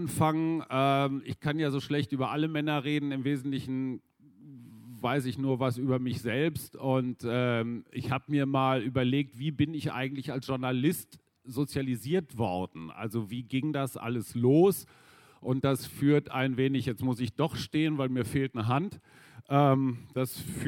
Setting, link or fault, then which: setting, busy venue